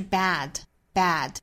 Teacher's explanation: bad 这个词在美音里发的比较完满的情况下，有可能在后面带出一个小小的 schwasound